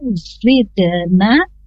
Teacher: ada pantulan dari dal sukun